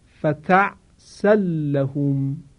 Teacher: مثال میزنم برای تنوین در نزد لام، فتعسن لهم خوانده می شود فتعسل لهم. توجه دارید که لام مشدد رو ما صداش رو نکشیدیم چون ادغام با غنه نیست، ادغام بدون غنه هست.